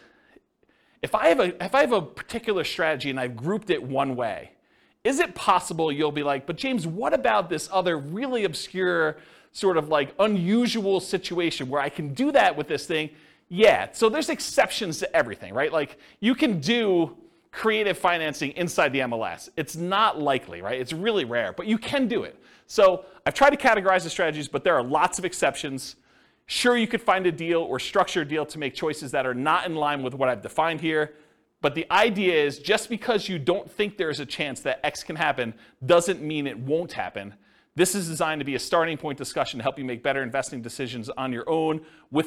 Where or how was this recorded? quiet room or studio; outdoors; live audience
live audience